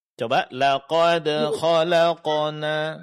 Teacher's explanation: Pada qalqalah jangan lupa qalqalah sughra seperti laqad di sini tidak perlu penekanan suara ya.